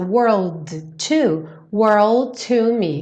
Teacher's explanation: o D já vira o T do to.